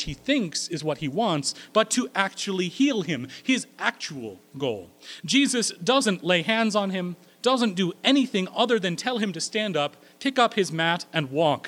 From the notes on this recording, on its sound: At Corona United Presbyterian Church, New Mexico.